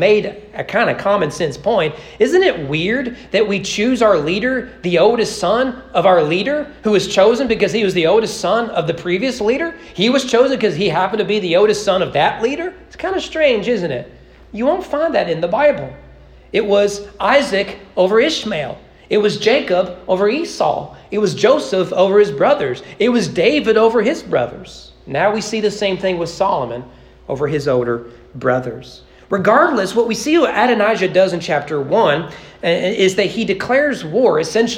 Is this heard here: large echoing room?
yes